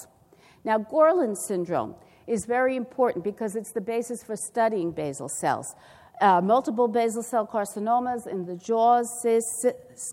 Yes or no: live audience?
yes